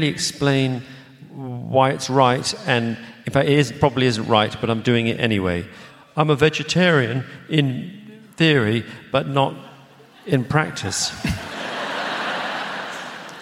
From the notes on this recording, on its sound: LIVE AT THE ROYAL FESTIVAL HALL. This is an edited version of a conversation that took place in front of a live audience at London's Royal Festival Hall. Thanks also to the Royal Festival Hall events team for letting me use this edited version of the recording here.